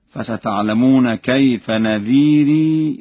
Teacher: لورش في لفظ نذير ونكير إثبات الياء، وذلك في حالة الوصل فقط